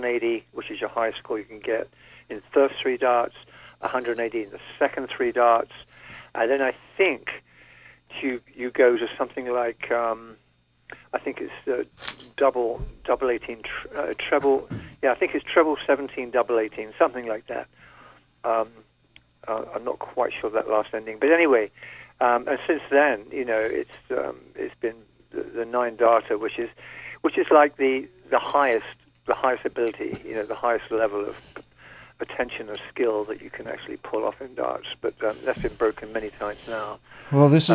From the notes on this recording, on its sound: an hour of community call ins